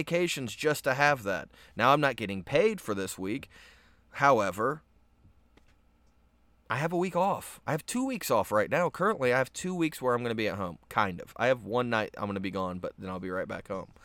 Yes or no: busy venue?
no